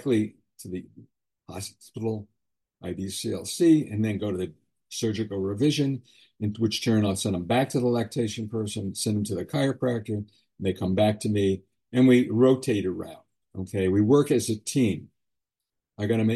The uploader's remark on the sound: Webinar Recording of Airway Health Solutions - Master Class.